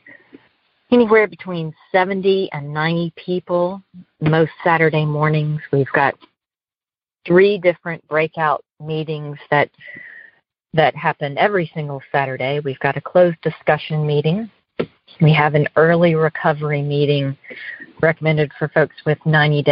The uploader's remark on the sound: Noon Phone Speaker Meeting